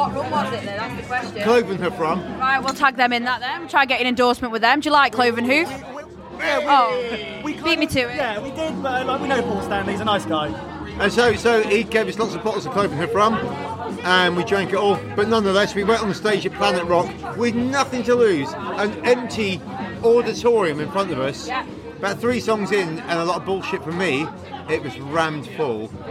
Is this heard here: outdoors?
yes